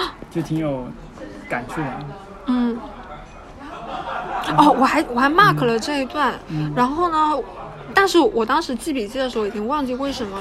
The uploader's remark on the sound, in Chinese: 本期是在餐厅录制，希望你成为坐在我们隔壁的另一桌客人